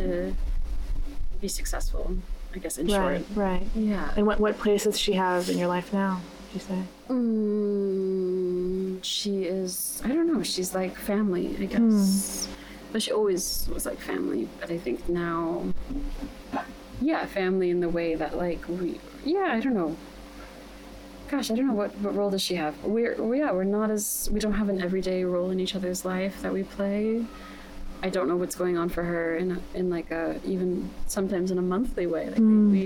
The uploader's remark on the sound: This was my first in-person chat in a while and it was a windy day, so some of the audio might sound off at times!